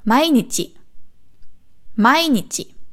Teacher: Hier ist es so, dass das erste betont wird. Nicht mai nichi, nicht nichi.